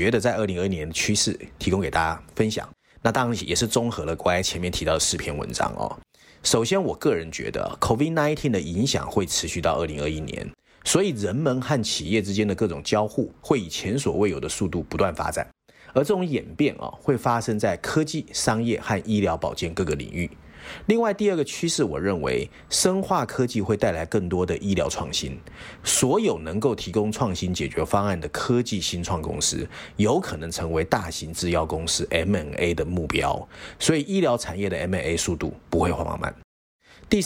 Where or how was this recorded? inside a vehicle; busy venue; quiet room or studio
quiet room or studio